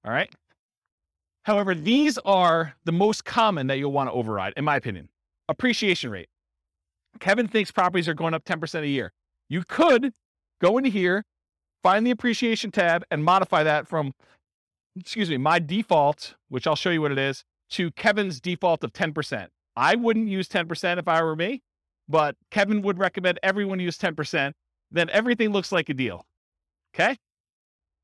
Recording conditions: live audience